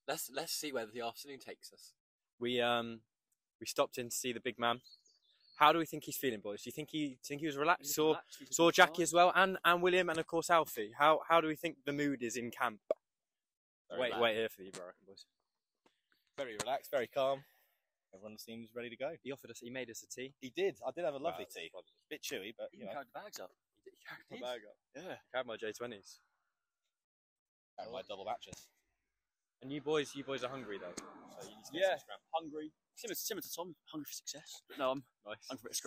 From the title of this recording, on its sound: LIVE FROM BRITISH CHAMPS IN SHEFFIELD